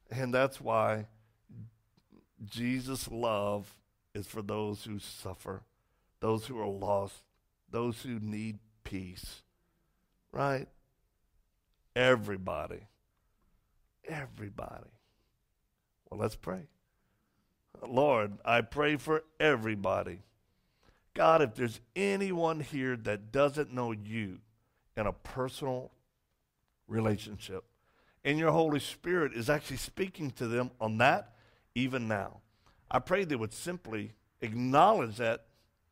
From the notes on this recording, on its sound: Message recorded from Rise Church